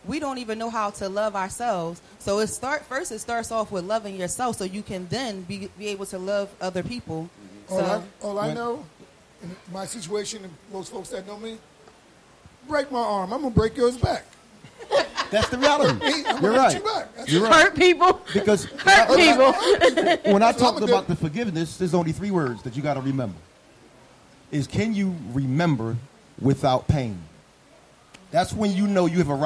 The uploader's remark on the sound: This podcast episode was recorded in front of a live studio audience